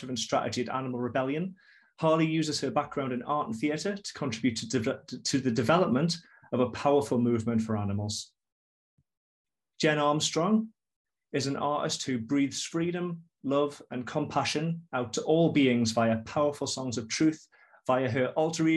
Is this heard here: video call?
yes